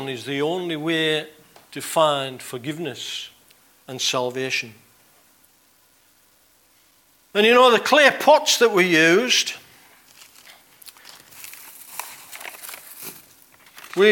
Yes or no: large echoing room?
yes